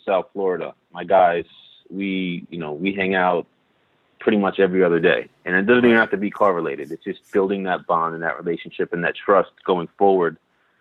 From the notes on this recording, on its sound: on the phone for a conversation